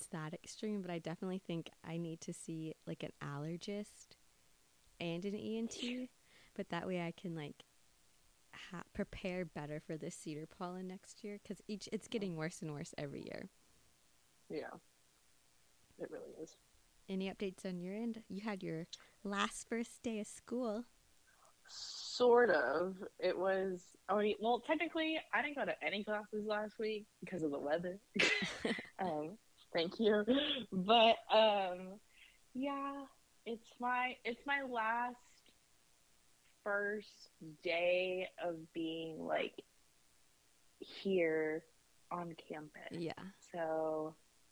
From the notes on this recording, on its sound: We tried a new method of recording remotely. It is still not perfect.